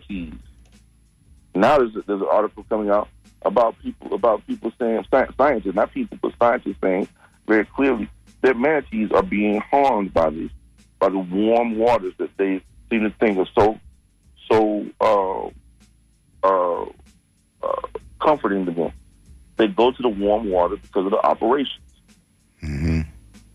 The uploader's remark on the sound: unique magazine format call-in show